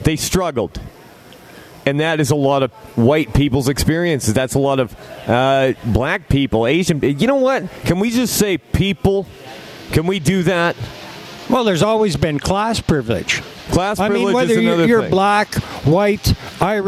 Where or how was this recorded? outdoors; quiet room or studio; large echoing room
outdoors